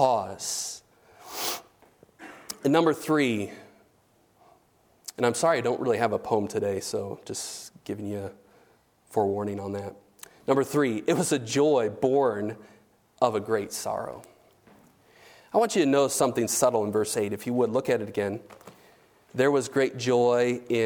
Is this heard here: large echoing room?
yes